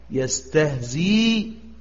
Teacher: طيب، يستهزئ كذلك صارت ياء مضمومة، نقف عليها بالعوارض الثلاثة: يستهزي بالسكون المحض، يستهزي مثله بالسكون لكن مصحوب بالضم يعني الإشمام